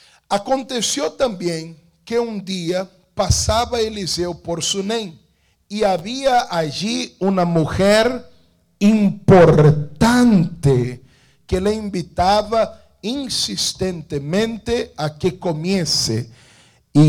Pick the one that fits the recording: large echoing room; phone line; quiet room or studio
large echoing room